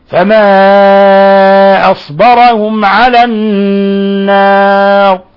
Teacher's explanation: لاحظوا إخواني تفخيم الراء لو وصلناها فإنها ترقق لأنها نثبت حينئذ الكسرة لكن حينما وقفنا عليها أثبتنا سكونا فكان لابد من تفخيم الراء حالة الوقف عليها